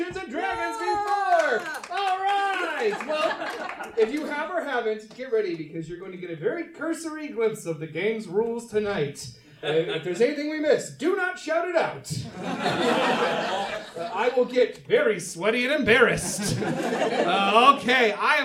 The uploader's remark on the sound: from our new live show, Thirst For Adventure!